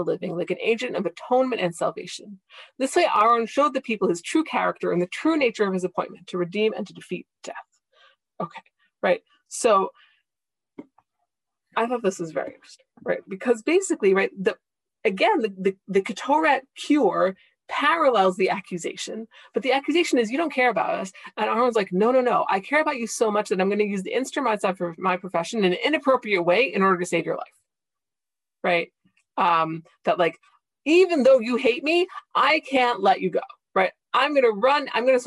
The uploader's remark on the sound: This audio was originally captured from Zoom.